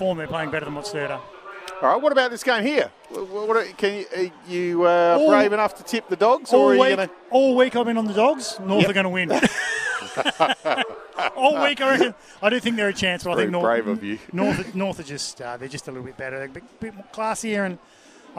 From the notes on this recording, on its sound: call the action for SEN SA live from X Convenience Oval at Elizabeth.